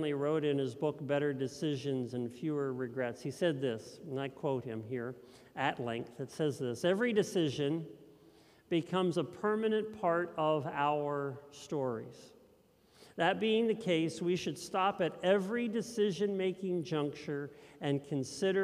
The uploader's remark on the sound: This message was first preached at Linglestown Life on 1/1/2023